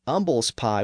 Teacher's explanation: people were just dropping the h at the front